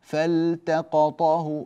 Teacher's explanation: اللام لابد أن تكون واضحة ولا ندغمها فيما بعدها · Term: بيان اللام